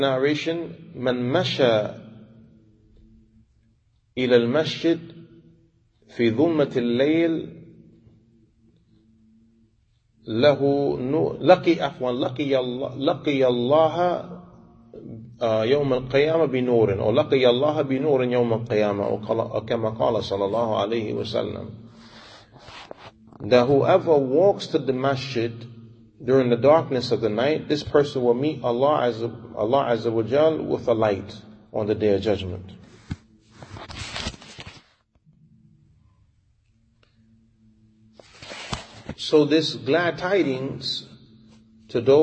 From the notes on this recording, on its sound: Lecture given at Masjid Nur Allah, Queens, NY.